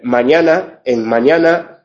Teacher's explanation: en mañana, esas AES de en medio son nasales